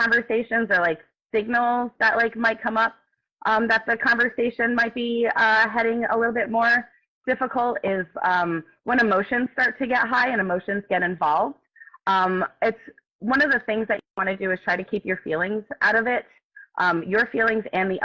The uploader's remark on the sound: We were invited to go live on instagram